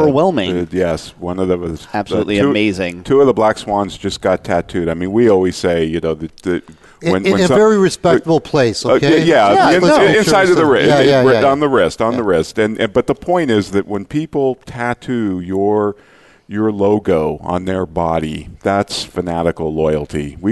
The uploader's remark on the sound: Live Broadcast at the The IPBC IGNITE Conference.